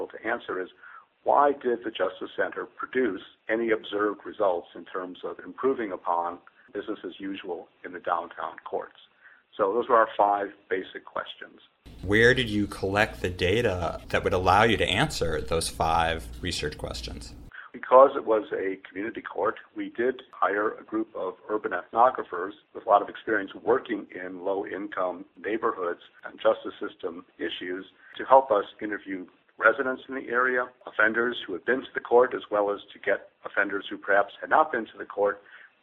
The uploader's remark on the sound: On the phone with me today